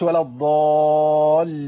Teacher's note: ابدلت النون بميم يعني ما خليش منتهى كلامي ان انا اقفل الشفتين